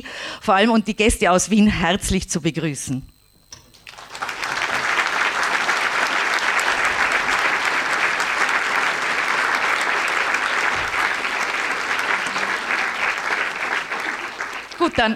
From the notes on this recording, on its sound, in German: Danach findet ein Gespräch mit den beiden Investigativjournalisten aus dem Film statt. Aufnahme: Leo-Kino.